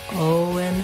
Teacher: The stress on Owen falls on the O syllable, and O is a diphthong in this name. Owen. Make sure you hold the O nice and long. · Make sure you hold the O nice and long. And then the letters E-N say the schwa sound, and the N, un.